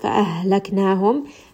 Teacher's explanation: this ha is going to be from the chest. So this is the lower throat.